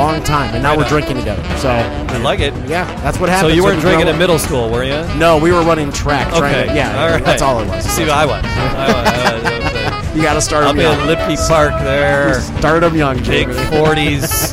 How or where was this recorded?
busy venue